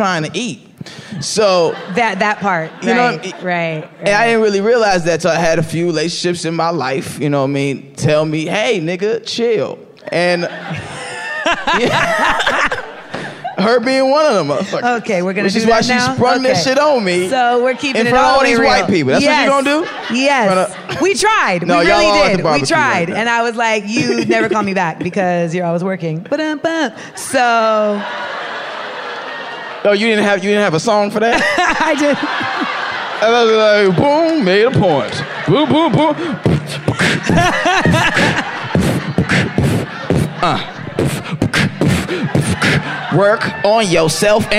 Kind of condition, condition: setting, live audience